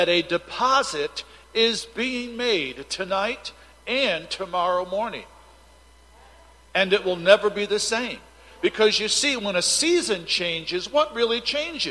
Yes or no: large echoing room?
yes